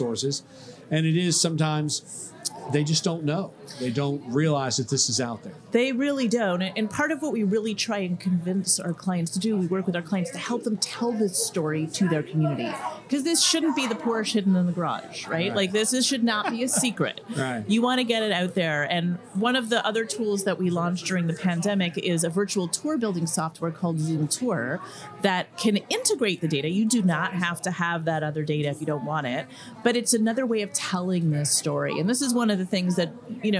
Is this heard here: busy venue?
yes